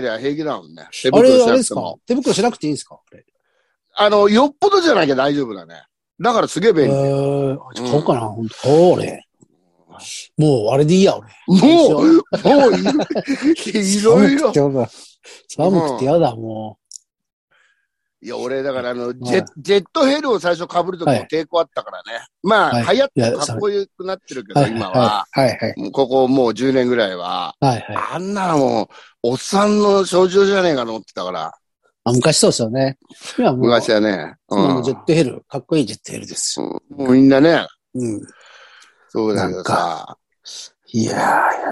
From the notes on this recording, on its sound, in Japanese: ZOOMで収録